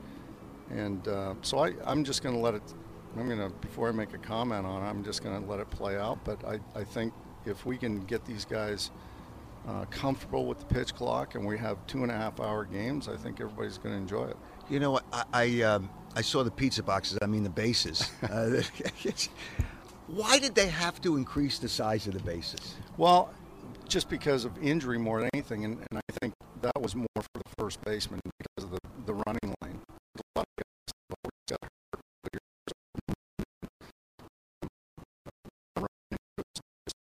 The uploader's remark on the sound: Live from Clearwater and Phillies Spring Training